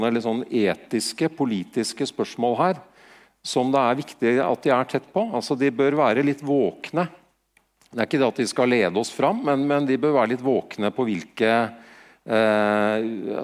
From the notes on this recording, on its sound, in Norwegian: Direkteopptak fra Digital fremtid. Digital fremtid – konferansen som skal få fart på digitaliseringen av Norge.